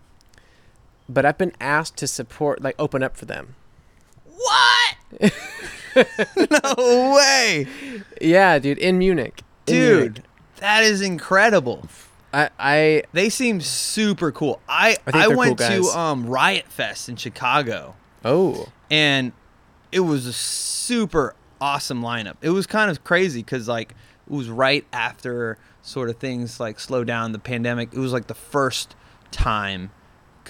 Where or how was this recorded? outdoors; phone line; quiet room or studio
outdoors